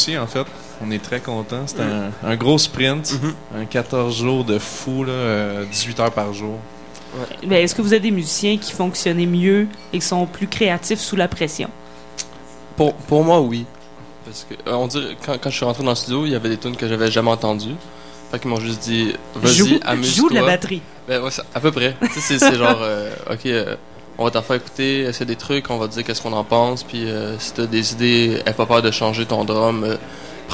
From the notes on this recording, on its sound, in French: Lors du Festival OFF de Québec 2015 sur les ondes de CKRL 89,1, en direct du bar Le Sacrilège.